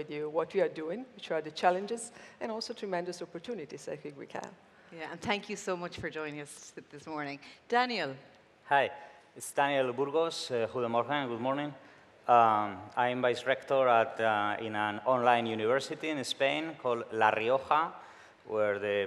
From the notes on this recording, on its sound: Recorded at World Summit AI, Amsterdam, 2019.